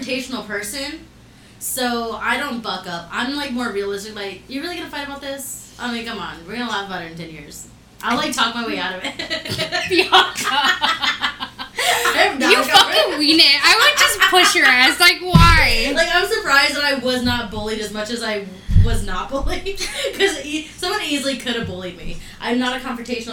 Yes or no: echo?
yes